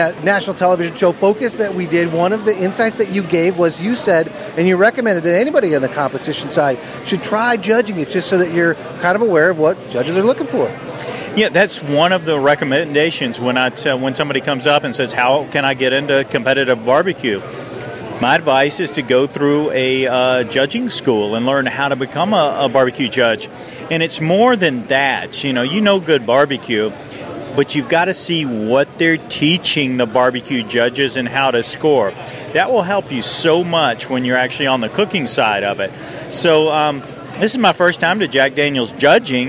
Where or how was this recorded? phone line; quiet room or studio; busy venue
busy venue